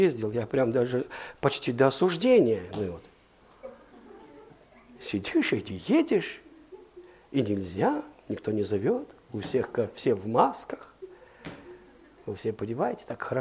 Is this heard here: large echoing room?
yes